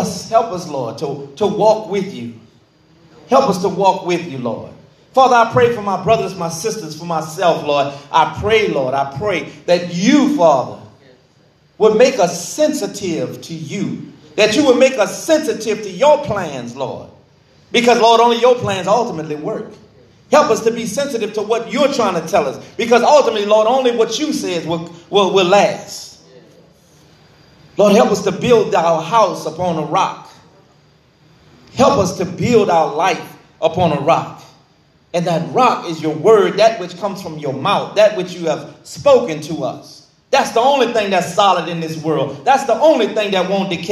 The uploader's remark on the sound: This bible study was recorded in the sanctuary of True Vine Missionary Baptist Church.